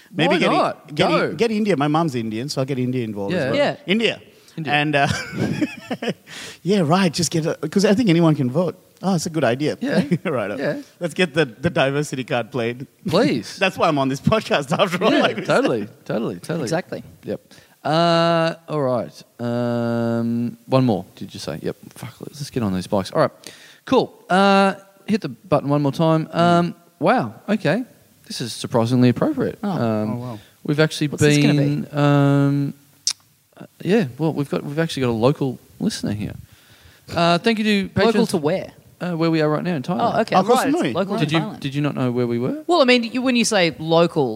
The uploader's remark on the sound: We are live from the 2018 Koh Samui International Podcast Festival, talking shit on the beach in front of an audience of over two hundred people who've come on this insane trip with us!